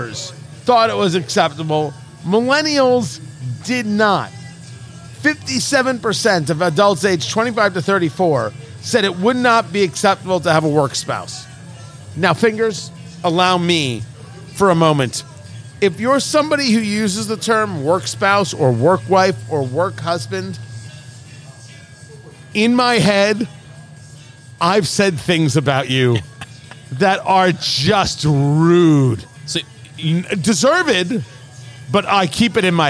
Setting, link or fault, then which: setting, busy venue